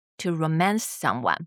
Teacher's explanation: So when we're talking about the noun romance, we stress the ro.And then when we're talking about the verb to romance someone or to be romanced, you would stress the second syllable, mance.